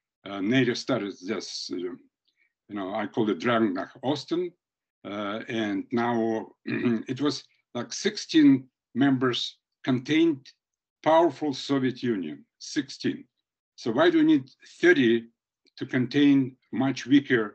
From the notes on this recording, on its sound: This recording is from our webinar which was held February 11.